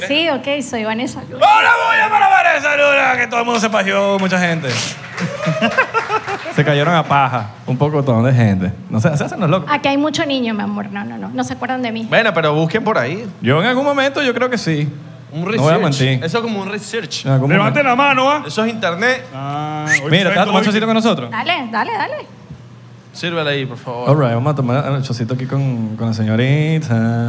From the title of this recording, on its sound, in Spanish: En vivo con público